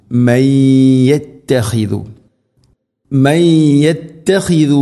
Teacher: സാക്കിനാ നൂന് ശേഷം യാ നൂനിനെ യാഇലേക്ക് കൂട്ടിലയിപ്പിച്ച് മണിച്ചുകൊണ്ട് ഉച്ചരിക്കണം.